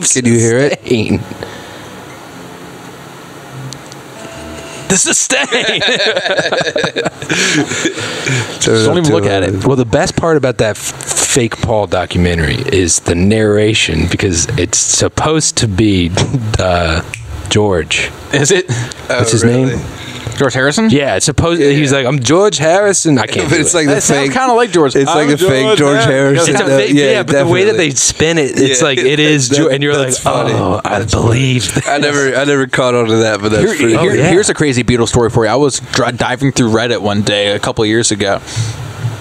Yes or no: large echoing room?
no